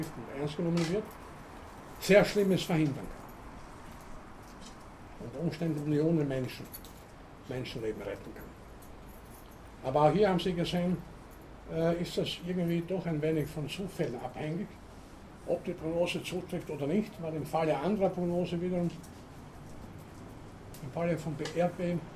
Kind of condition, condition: setting, large echoing room